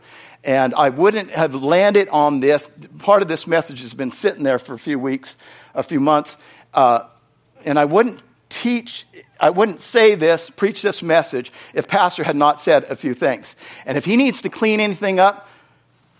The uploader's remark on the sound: Is from the Wednesday service on August 30, 2023 at Harvest Bible Church in Stockton, California.